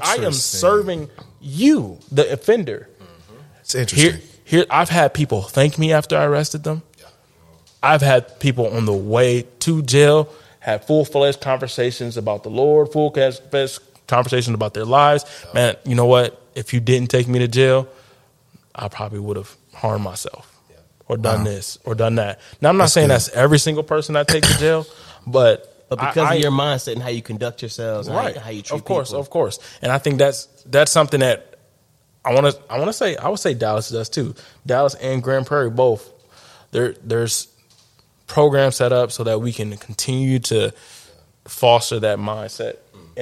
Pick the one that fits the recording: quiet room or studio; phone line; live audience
live audience